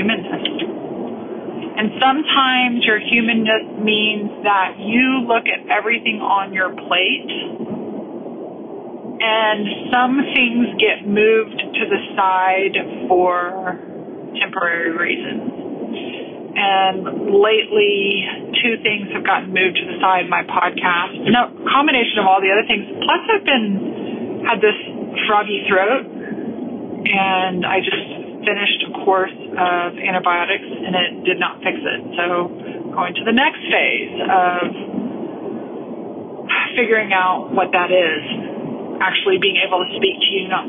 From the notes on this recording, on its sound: I’m driving home through my hometown of Austin, Texas.